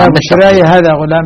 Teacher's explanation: بتقليل الألف مع إثبات الياء